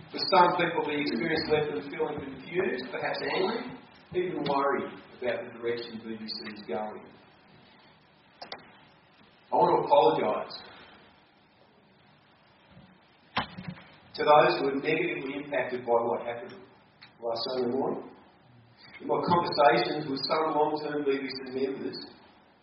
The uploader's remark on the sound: we apologize for the quality of this recording